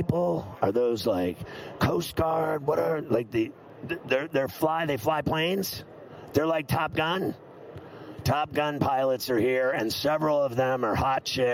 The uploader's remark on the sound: Live From Radio Row in Las Vegas!